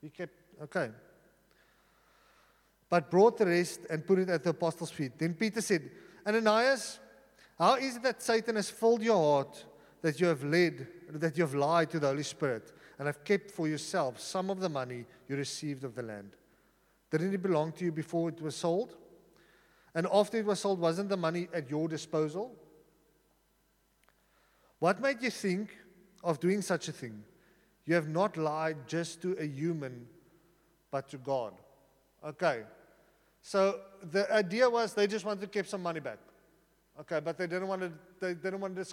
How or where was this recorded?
large echoing room